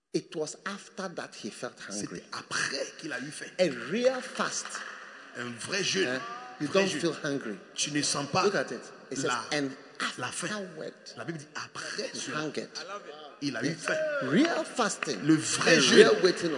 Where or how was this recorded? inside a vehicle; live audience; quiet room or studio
live audience